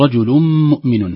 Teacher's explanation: فنقول رجل مؤمن كأنها كلمة واحدة · Term: إضغام